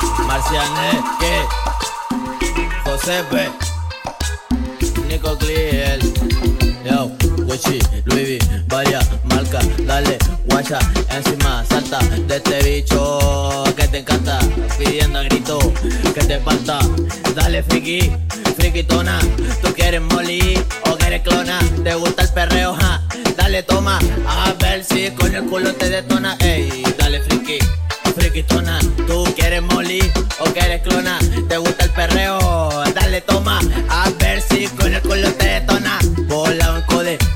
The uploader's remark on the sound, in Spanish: Grabado en vivo en la pegajosa el 15/04/2023, La Plata.